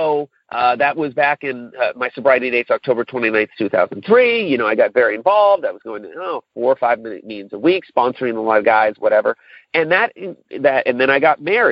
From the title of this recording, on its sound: Monday Noon Phone Speaker Series